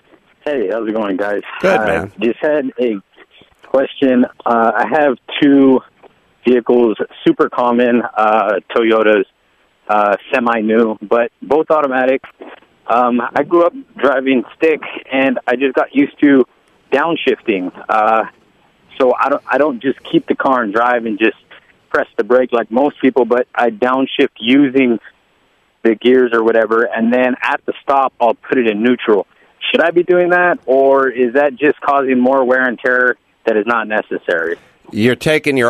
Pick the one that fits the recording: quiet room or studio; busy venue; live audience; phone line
phone line